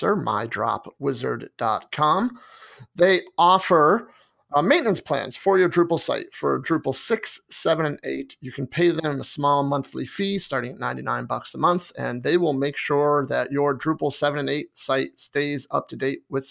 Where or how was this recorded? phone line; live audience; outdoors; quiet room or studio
quiet room or studio